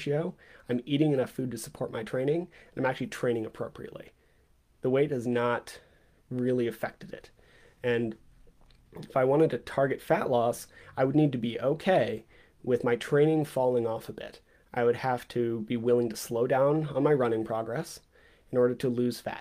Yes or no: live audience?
no